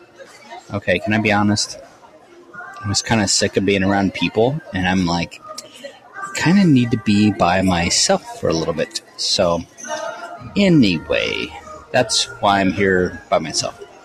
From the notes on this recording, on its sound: This episode comes to you live from Minneapolis, MN. I am at an AVID conference.